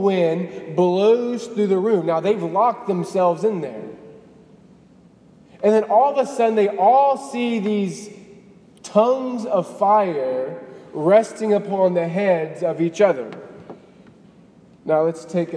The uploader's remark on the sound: Delivered on May 20, 2018 at the Cathedral of the Nativity of the Blessed Virgin Mary in Biloxi, MS.